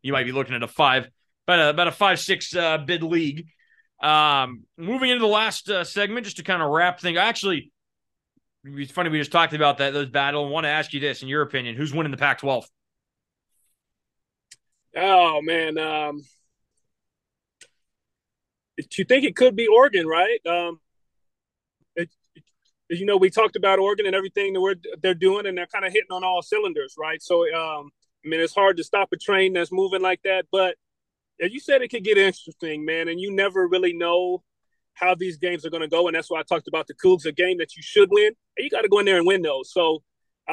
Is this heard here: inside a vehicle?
yes